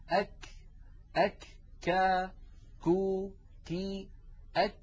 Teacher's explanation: يخرج من أقصى اللسان مع الحنك اللحمي والعظمي معا. لاحظوا اللون الأزرق الذي يمثل منطقة التصادم، وقد يعني هذه المنطقة قريبة من أو بالأحرى التصقت بالحنك اللحمي وبالحنك العظمي معا. · Term: حرف الكاف